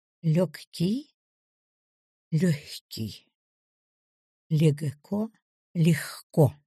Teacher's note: «Г» произносится как «х» в сочетаниях «гк» и «гч».